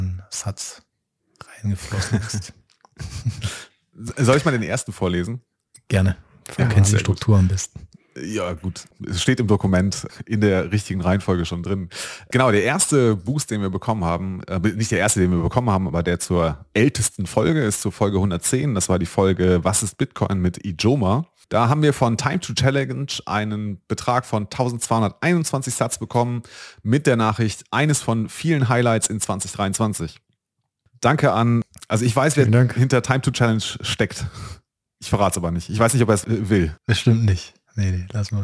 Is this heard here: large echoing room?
no